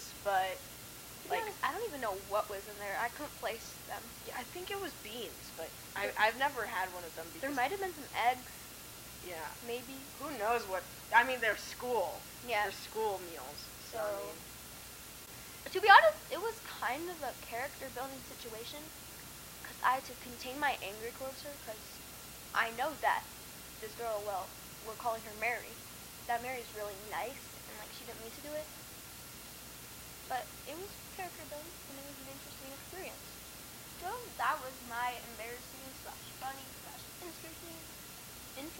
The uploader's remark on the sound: Please excuse the unpleasant microphone quality